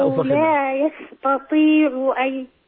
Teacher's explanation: يجب أن ترقق التاء وتفخم الطاء · Term: ترقيق التاء